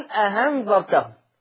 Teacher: يبدل الهمزة الثانية الف مع المد المشبع لان النون ساكنة